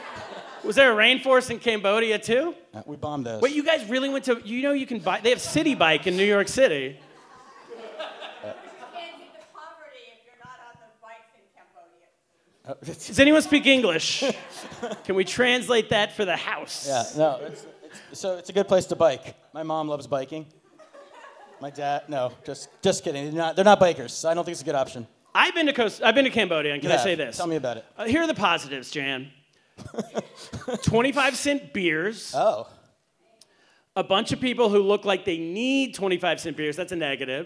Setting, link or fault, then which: setting, live audience